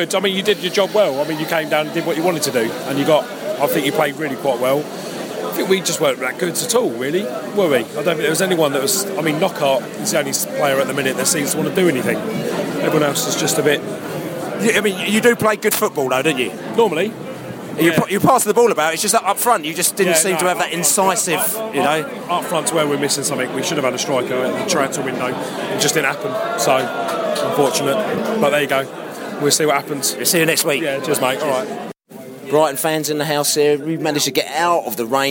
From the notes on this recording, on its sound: Post-match podcast from the pub. Plenty of comparisons to Crystal Palace chanting from the away end.